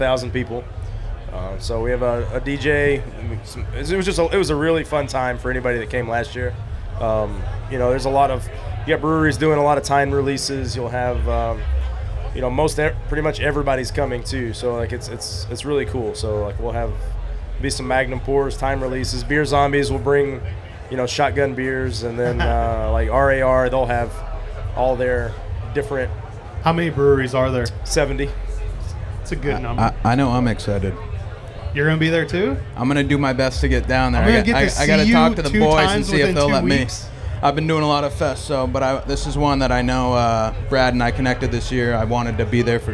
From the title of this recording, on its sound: Live From Snallygaster